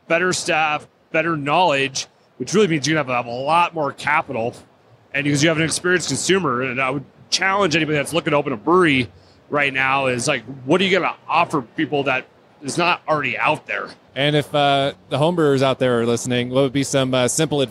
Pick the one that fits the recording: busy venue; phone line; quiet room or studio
busy venue